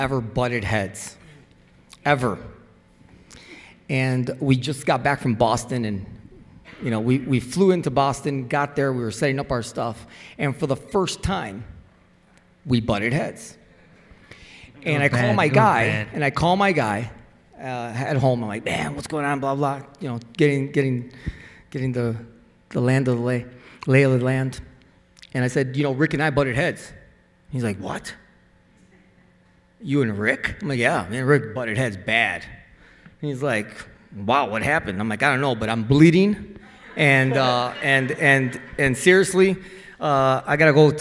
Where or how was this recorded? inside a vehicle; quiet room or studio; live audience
live audience